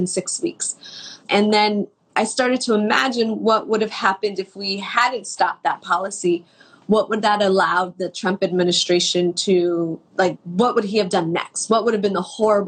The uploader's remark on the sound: an Instagram Live